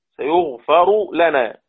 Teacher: الراء في آخر الكلمة واللام في أول الكلمة التالية والراء مضمومة تضغم · Term: إضغام الراء في اللام